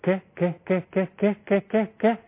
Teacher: إذن في جريان نفس، يعني في همس